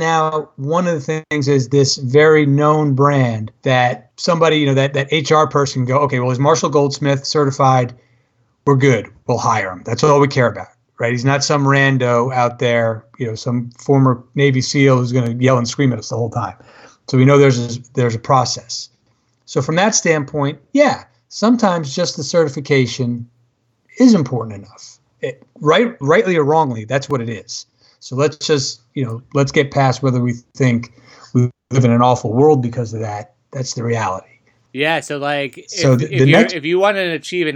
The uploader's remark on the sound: Had to record this episode remotely, via Skype, and it caused some issues with sound quality and skipping. While most of the episode is fine, depending on the quality of your speakers or headphones, you will hear some interference, some more so than others.